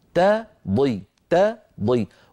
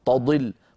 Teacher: لابد من ترقيق التاء وتفخيم الضاد · Shown in: first take